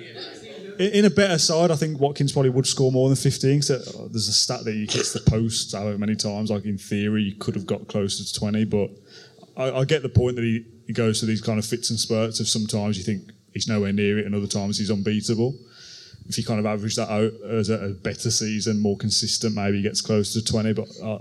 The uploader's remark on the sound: In the final part of our #ClaretAndBlueLIVE show, we answered questions from the 300 Villa fans in the audience at Hockley Social Club.